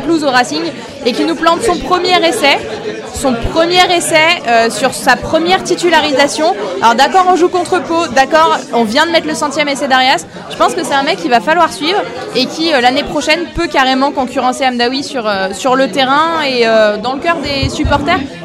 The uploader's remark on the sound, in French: Le bilan de la saison en direct du Club House NSNW ! Un épisode tout en bonne humeur, avec un son saturé (c'est la première soyez indulgent) et beaucoup de bière !